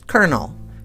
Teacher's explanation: It looks like colon L, but we pronounce it colonel. Colonel, like there's a R in there. And the O's don't even make any O sounds.